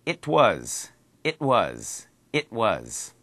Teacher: Now, you don't really hear the T sound.